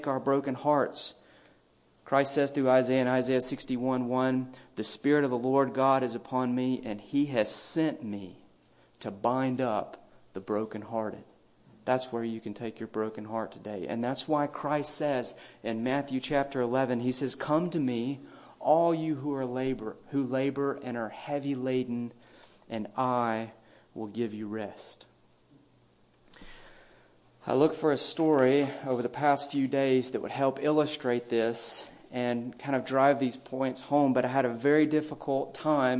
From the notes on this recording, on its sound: A brief message delivered at a memorial service.